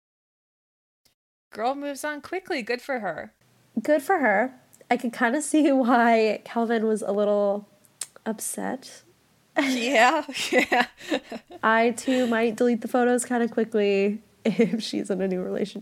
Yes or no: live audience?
no